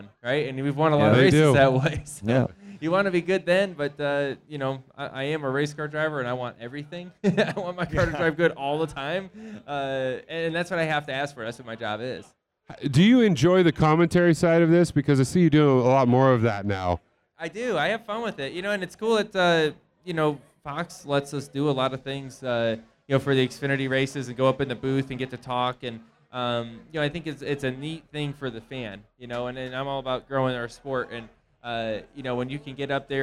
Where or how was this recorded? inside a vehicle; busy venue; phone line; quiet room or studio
busy venue